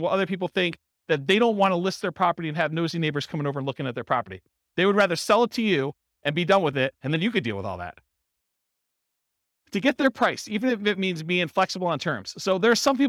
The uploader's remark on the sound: Real estate investors and real estate entrepreneurs in Albany, New York. This was a live class recorded to give investors a solid qualitative overview of all the different real estate investing strategies. Live in-person version.